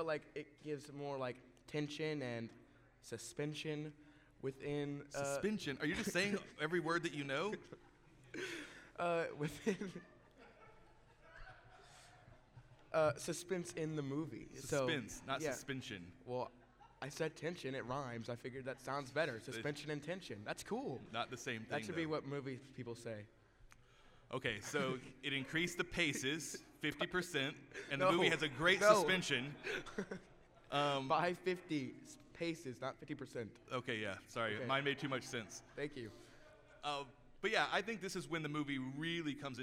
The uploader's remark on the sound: LIVE from RogueCon'23